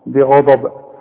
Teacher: البه اظهرها انها مكسورة والغين مفخمة مدام مفتوحة والضاد طبيعي مفخمة